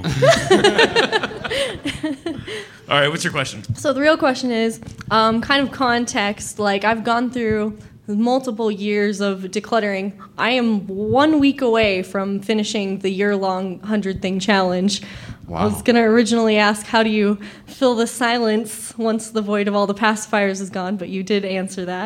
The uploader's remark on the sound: Live from Salt Lake City